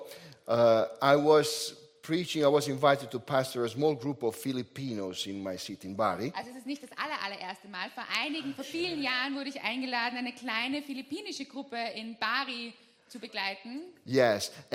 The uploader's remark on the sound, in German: Gottesdienst live aus der LIFE Church Wien.